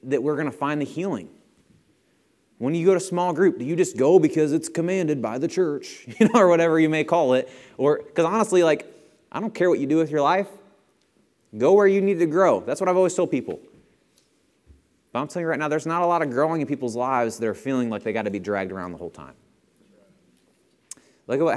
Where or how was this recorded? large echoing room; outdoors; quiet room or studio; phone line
large echoing room